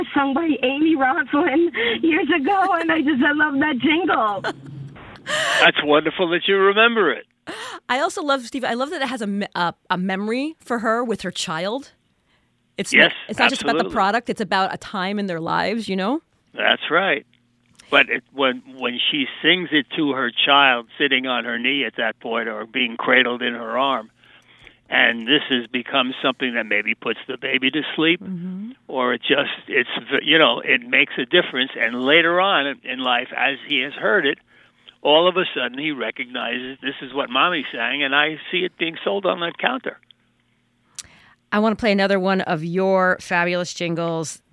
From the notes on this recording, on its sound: Listeners call in to share the jingles that have stuck with them.